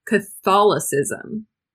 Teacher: Emphasis on that O in the middle.